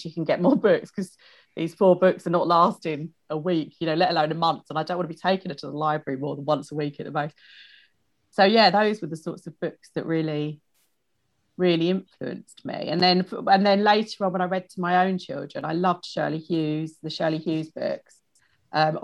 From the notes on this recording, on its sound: This interview was recorded during lockdown over zoom